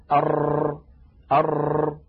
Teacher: ينتج من هذا أن طرف اللسان يكرر القرع لمخرج الراء، فيكون النطق هكذا أر أر. · Term: التكرير